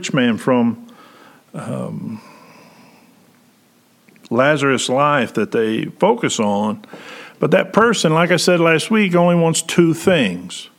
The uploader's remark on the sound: Preached January 10, 2021 at General Baptist Church God's House of Prayer in Fairborn, Ohio